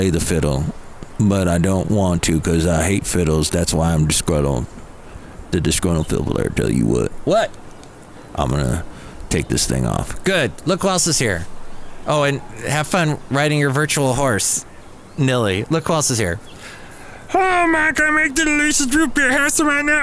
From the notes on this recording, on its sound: Podcasts live from Café Anyway.